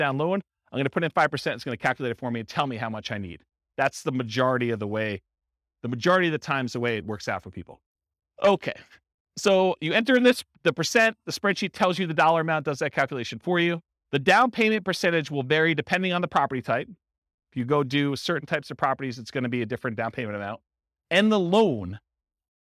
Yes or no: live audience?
yes